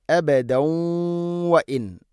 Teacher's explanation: അബദ കൂട്ടി ഓതുകയാണെങ്കിലോ അബദൻ വ ഇൻ ഇത് ഗാംബിഗുന്ന തൻവീനിനെ വ എന്ന അക്ഷരത്തിലേക്ക് കൂട്ടിലയിപ്പിച്ച് മണിച്ചുകൊണ്ട് ഉച്ചരിക്കണം.